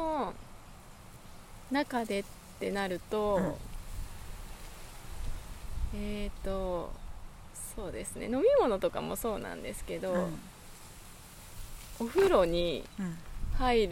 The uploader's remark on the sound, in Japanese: 自然の中で録音したため、途中風の音などが入っております。